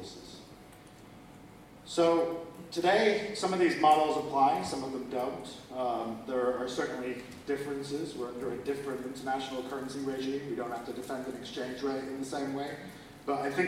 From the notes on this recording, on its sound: Bad audio quality. Apologies for the slightly dodgy audio quality here. Due to technical issues we had to rely on a back up recording.